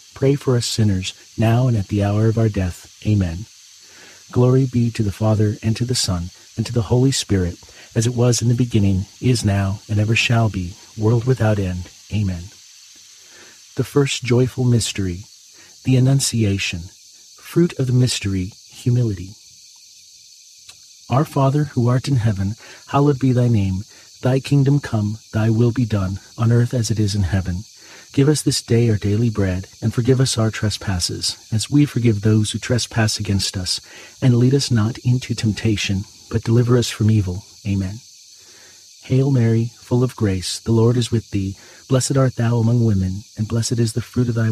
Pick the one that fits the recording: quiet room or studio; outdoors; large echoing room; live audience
outdoors